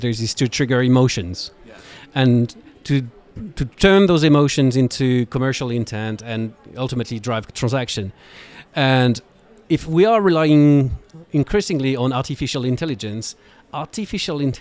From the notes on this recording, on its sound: Live from #AWEurope. Joins the podcast live from Advertising Week Europe.